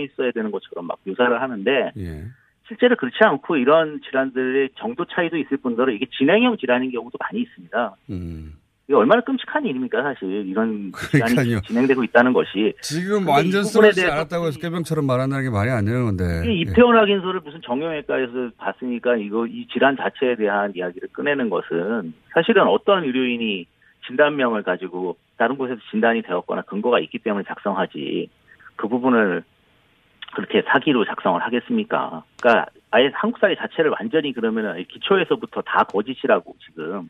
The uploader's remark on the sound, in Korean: 전화연결